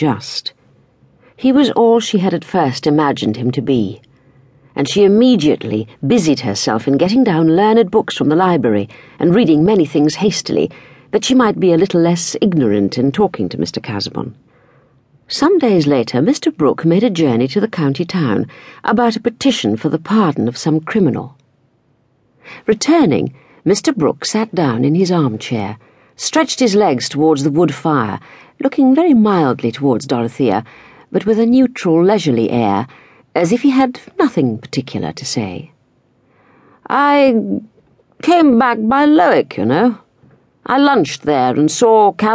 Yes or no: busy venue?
no